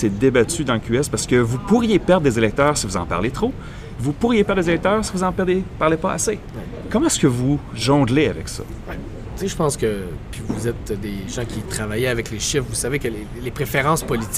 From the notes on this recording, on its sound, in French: enregistré pendant et après le congrès de Québec solidaire à Gatineau